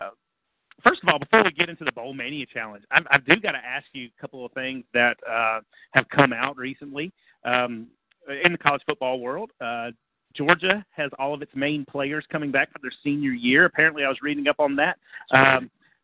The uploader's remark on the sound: The Exposure Youth Camp call in show